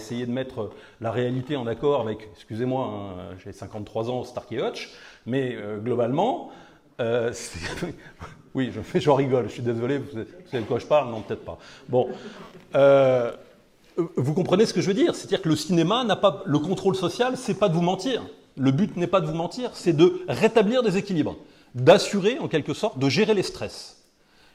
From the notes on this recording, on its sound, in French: Conférence donnée lors de la VIIIeme université d'été d'Academia Christiana "Bâtir quand tout s'effondre".